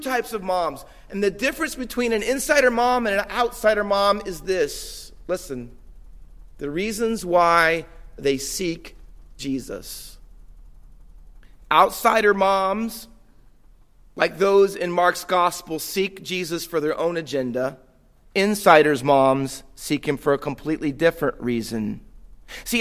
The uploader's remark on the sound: Faith Baptist Church in Hamilton, NJ.